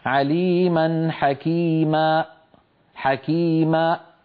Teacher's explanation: يعني لا يصح مثلا أن نقول كما نسمع من بعض إخواننا مثلا يقولون عليما حكيما حكيما، هنا ماذا فعل من يقول حكيما؟ قفل الوترين الصوتيين فأخرج همزة